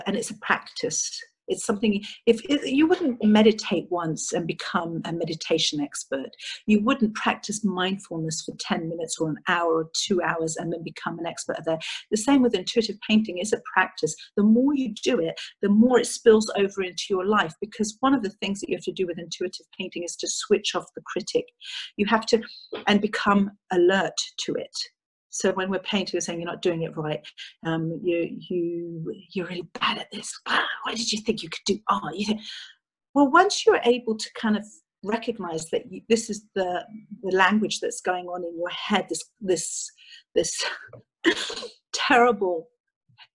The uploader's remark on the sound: interview via ZOOM.